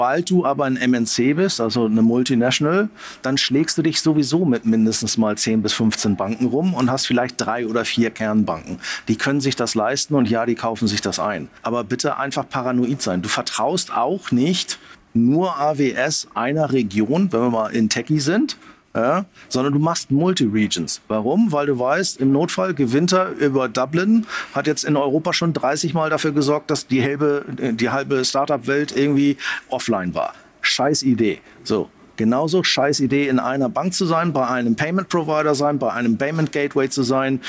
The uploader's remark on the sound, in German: Aufzeichnung des gleichnamigen Panels. Von der Payment Exchange 2023 in Berlin.